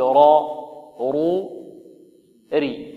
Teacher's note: لأنها مضمومة، يعني الراء إذا ضمت أو فتحت فخمت، وإذا كسرت رققت